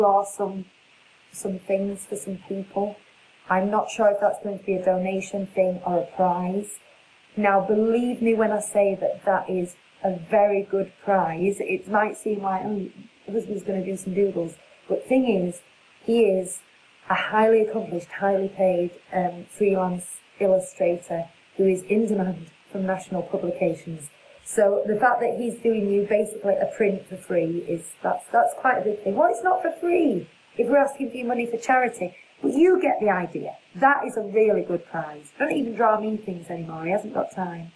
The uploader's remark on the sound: Navigates some sound issues. There’s absolutely no reason for it happening, but hopefully you can hear it enough!